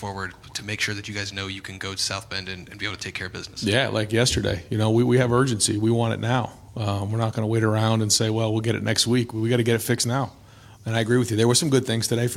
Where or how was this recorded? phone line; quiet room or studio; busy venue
busy venue